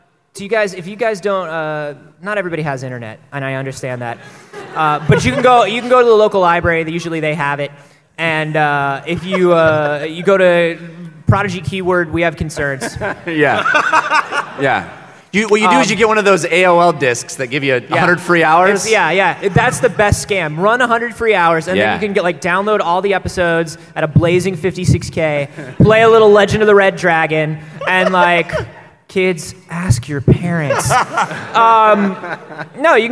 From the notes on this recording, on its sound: LIVE from PAX South 2016! This one was recorded live at the PAX South convention in San Antonio Texas, and consists entirely of questions from the audience.